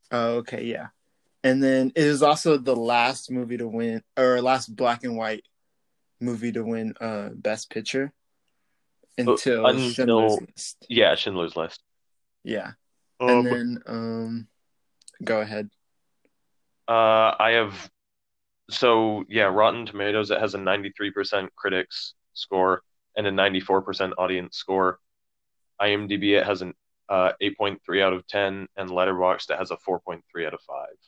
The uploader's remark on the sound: Yet another remotely recorded podcast so it's full of glitches.